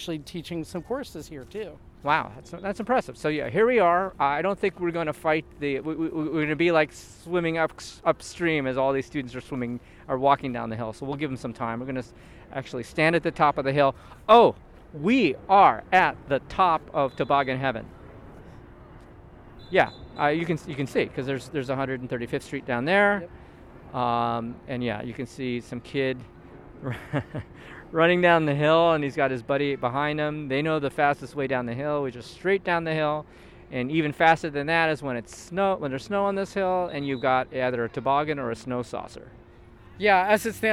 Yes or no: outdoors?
yes